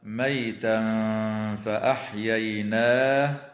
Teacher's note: ويخفى التنوين عند الفاء مع الغنة مرققة